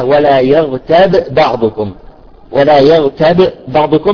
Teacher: الباء إذا التقى بمثلها فيجب الإدغام